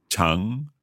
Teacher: chang, second tone. Just going up.